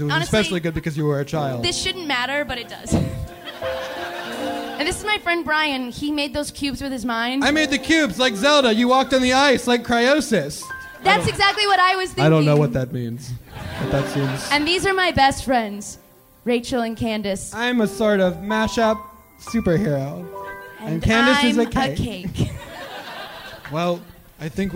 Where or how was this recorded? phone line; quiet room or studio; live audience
live audience